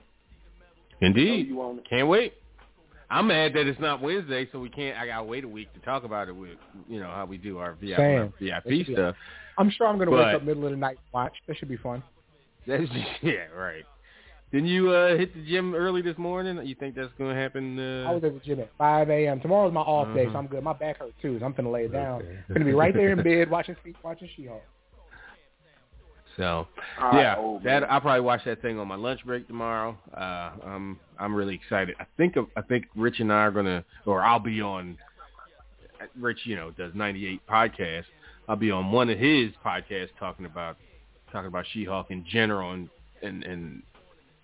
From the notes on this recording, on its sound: Live calls, emails and more. Weekly caller, email and tweet driven show.